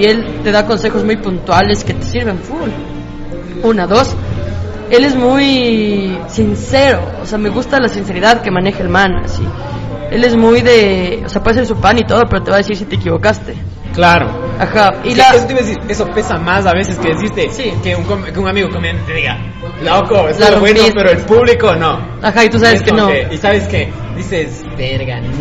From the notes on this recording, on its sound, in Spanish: El capitulo se grabó en Django x eso un poquito de ruido.